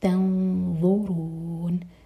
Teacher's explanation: ہماری زبان اوپر والے دانتوں کو ٹچ کرے گی منہ بھر کر پڑھیں گے اور پیچھے سے زبان اٹھائیں گے